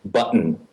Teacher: It's the nasal sound attracting a glottal stop into the word.